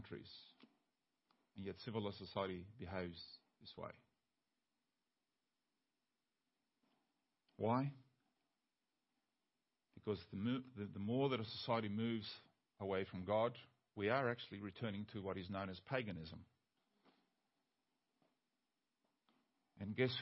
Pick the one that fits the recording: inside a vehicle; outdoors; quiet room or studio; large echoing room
large echoing room